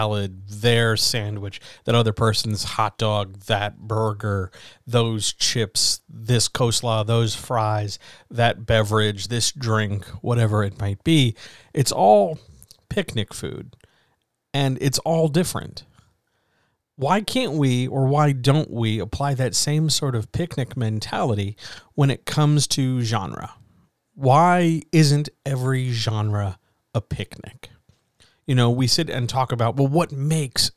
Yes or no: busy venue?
no